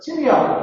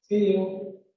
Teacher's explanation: It's a sudden fall in the pitch. · Shown in: second take